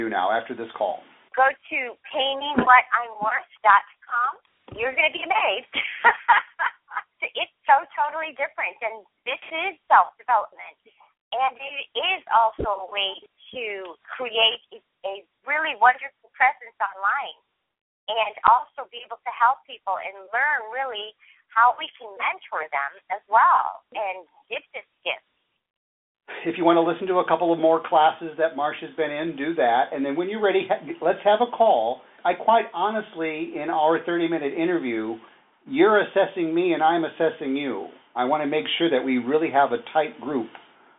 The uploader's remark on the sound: This series captures the best bits of a two-hour conference call recorded in June of 2015.